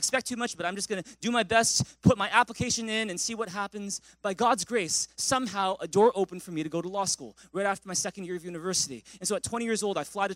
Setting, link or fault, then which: setting, large echoing room